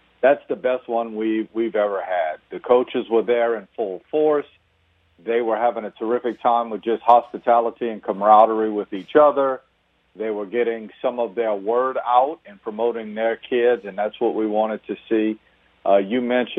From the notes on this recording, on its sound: We then go to the phones for 2 fun guests.